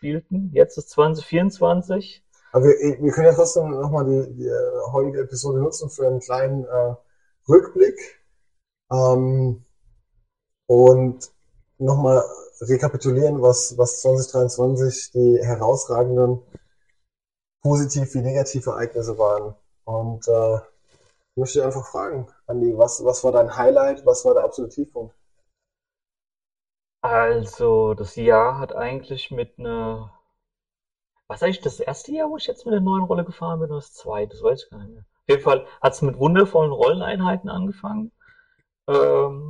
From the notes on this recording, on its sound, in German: leider kein grandioser Ton